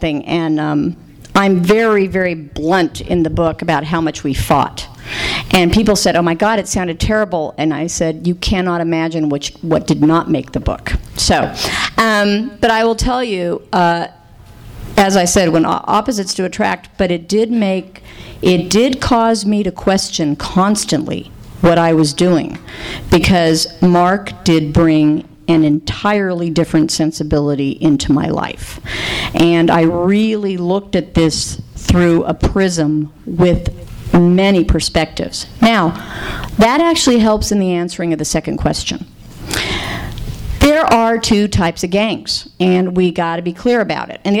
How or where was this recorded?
live audience